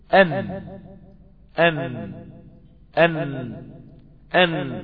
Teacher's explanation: حرف النون طرف لسانك مع اللثة اللحم النابت حول الأسنان